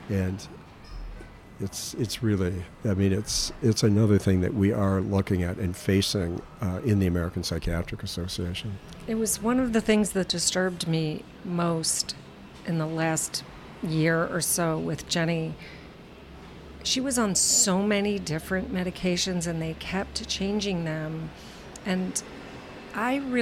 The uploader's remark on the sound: This BCR program was recorded in May 2023 at Gebhard's Beer Culture Bar in the UWS of Manhattan. This BCR program was recorded in May 2023 at Gebhard's Beer Culture Bar in the UWS of Manhattan.